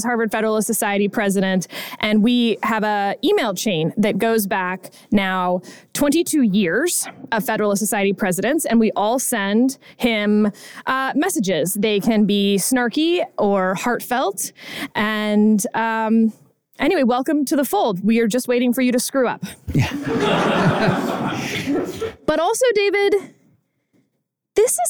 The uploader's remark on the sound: Live From Harvard